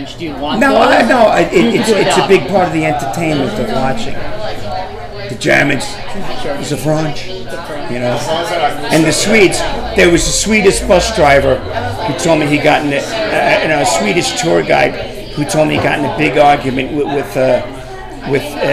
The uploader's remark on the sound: in front of live bar audience!